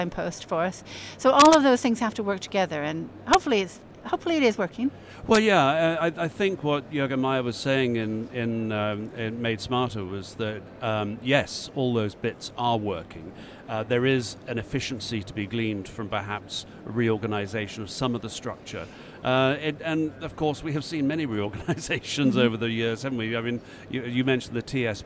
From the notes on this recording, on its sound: Recorded during the Manufacturing Leaders Summit in Liverpool 2017.